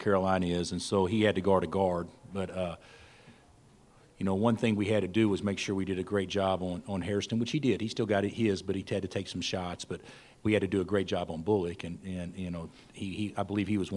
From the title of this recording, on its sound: Press Conferences & Post-Game Interviews